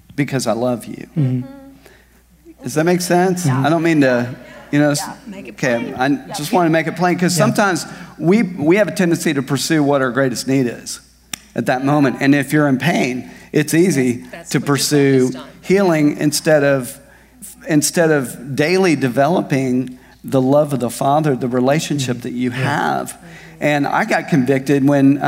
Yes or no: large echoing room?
yes